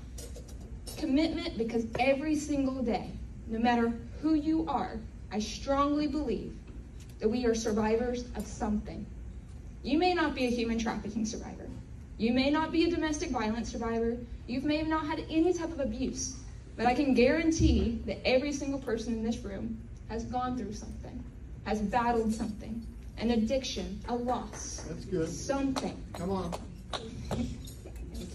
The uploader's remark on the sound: LIVE recording of the Warrior of Hope Acceptance Speech